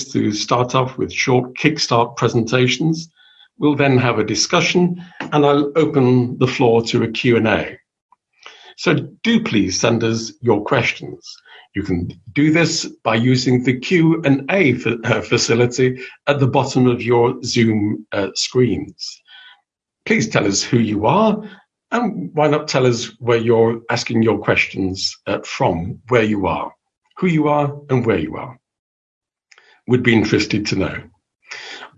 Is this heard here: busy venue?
no